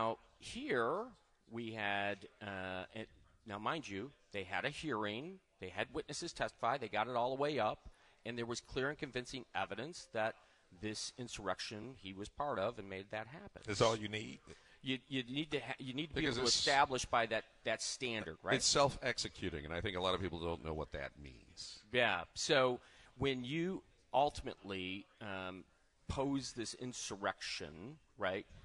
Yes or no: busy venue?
yes